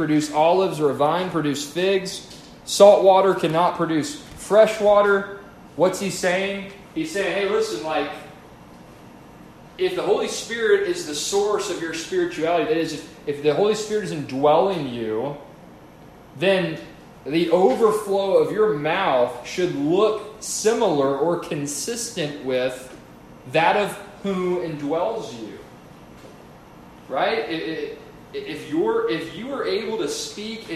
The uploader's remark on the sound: A sermon preached at a community Bible study